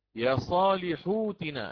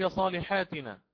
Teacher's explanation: لا ليست يا صالحاتنا، صالحات من؟ يا صالحوتنا. لماذا؟ لأن حرف الحاء قلنا مضموم